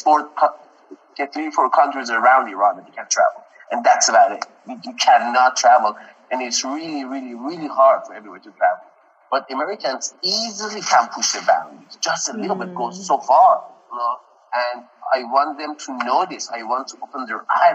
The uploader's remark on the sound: Thanks for your patience on the audio quality - the Rona got it!